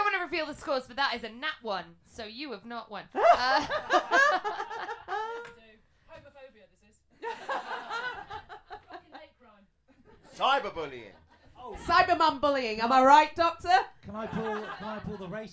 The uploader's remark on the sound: Live from EdFringe. The Comedy Arcade is coming at you LIVE from Edinburgh Fringe! Underbelly Bristo Square. Late night Edinburgh Fringe 2023.